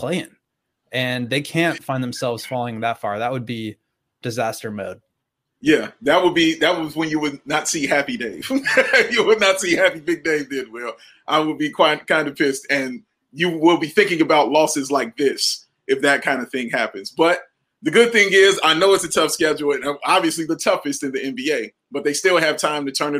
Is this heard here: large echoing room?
no